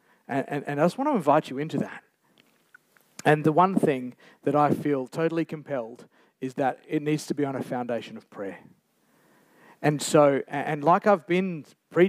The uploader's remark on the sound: A special celebration service celebrating 60 years at Geraldton baptist church. Recorded Live on 2nd April 2023.